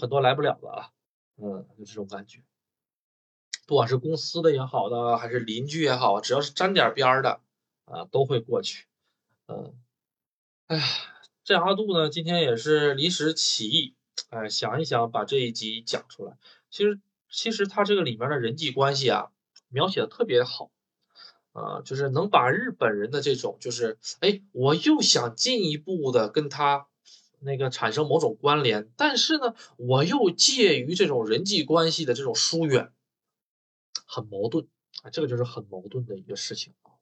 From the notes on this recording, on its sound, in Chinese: 录完发现忘记插麦了！音质犹如上世纪收音机中的感觉，忽远忽近，琢磨不透！